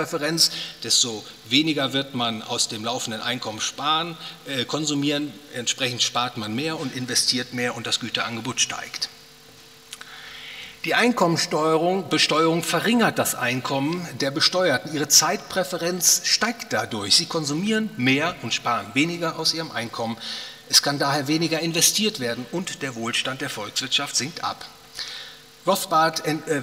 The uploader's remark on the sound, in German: Aufgenommen auf dem Ludwig von Mises Seminar 2020.